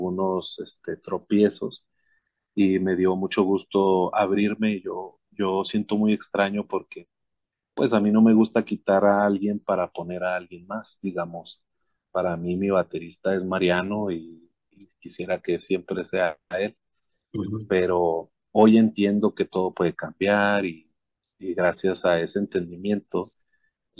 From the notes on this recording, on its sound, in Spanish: Charlamos via zoom